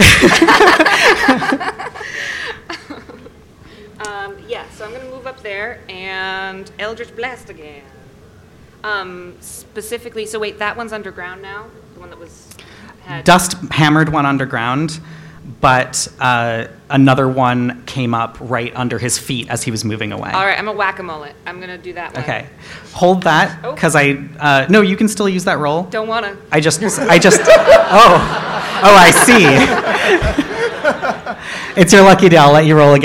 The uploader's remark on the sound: Flame Con 2019 Special. Recording a D&D live play panel.